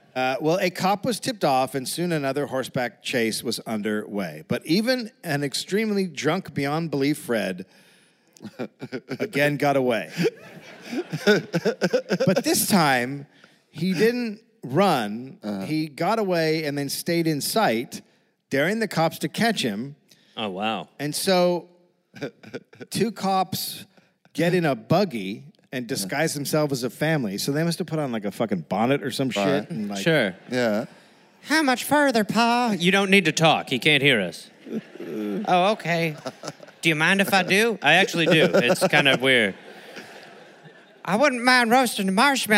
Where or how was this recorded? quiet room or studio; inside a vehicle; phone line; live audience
live audience